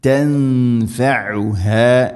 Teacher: تنفعها عين ഹ മഖ്റജുകൾ ശ്രദ്ധിക്കുക, ഐന് തൊണ്ടയുടെ മധ്യഭാഗം, ഹ തൊണ്ടയുടെ താഴെ ഭാഗം